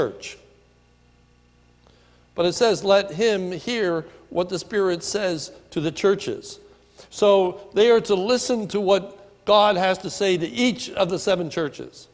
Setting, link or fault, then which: setting, large echoing room